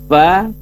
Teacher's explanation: Fasalli li rabbika wanhar. Fa, ya, jadi bibir ketemu dengan gigi · Term: huruf fa